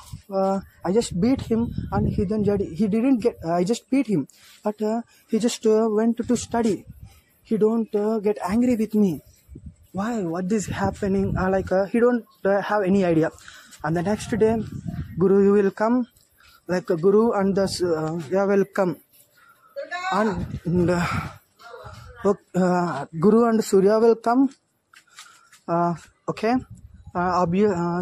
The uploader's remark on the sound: Sorry for background noise.